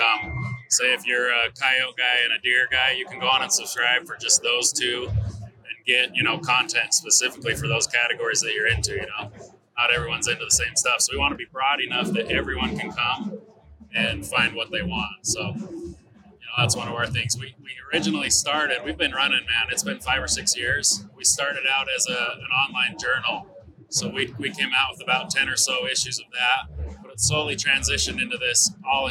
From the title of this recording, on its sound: Live from the Initial Ascent Mountain Dude table